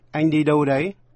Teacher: Chữ đấy có dấu sắc và cao giọng.